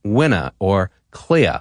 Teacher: mid-Atlantic speakers drop their R's at the end of words · Term: lack of roticity